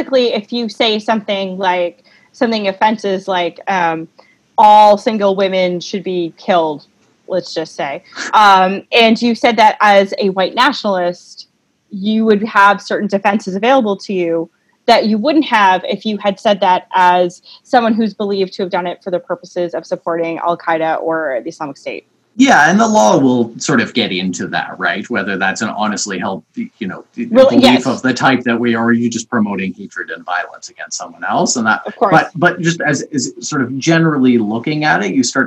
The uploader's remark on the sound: over the internet